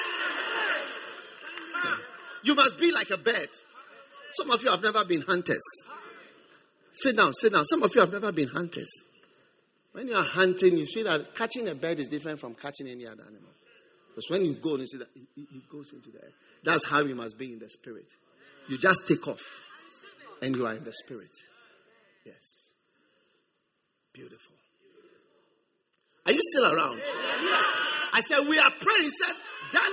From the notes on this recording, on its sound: Preached at the First Love church, Accra.